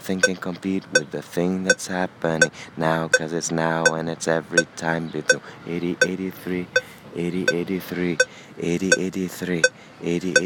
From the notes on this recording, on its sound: It was recorded walking around Gowanus, Brooklyn, pretending to make a call on my phone with the metronome running.